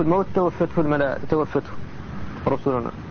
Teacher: والتاء أدغمت في مثلها سواء سكن ما قبلها أو حرك